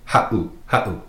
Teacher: If you were to take out that 7, it would be pronounced ha'u, but with the 7 in there, makes that little glottal stop, that pause.